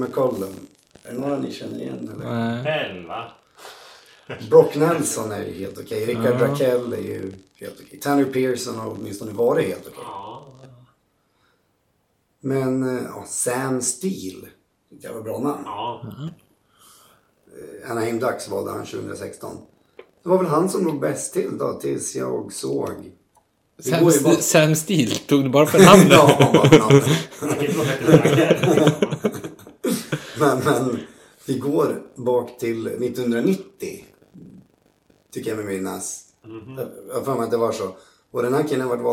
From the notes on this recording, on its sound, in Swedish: Lite kaxigt slänger vi igång micen utan någon som helst soundcheck, vilket tyvärr hörs. Lite taskigt ljud.